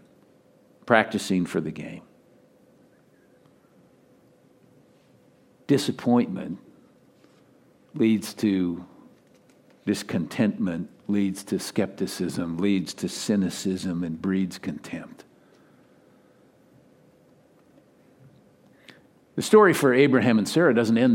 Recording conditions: large echoing room